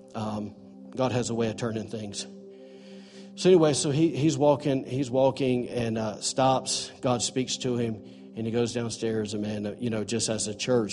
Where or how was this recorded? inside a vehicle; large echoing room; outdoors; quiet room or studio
large echoing room